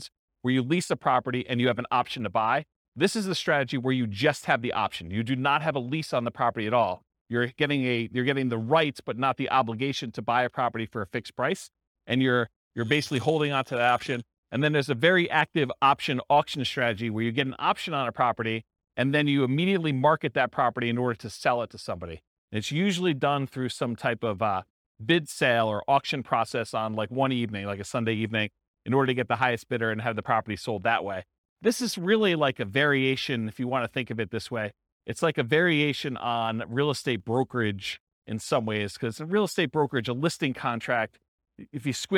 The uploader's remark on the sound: This was a live class recorded